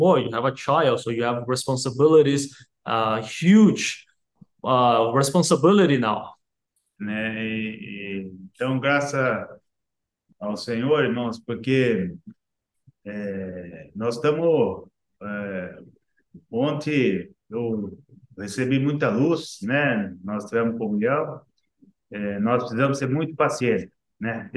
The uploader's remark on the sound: zoom meeting Wednesday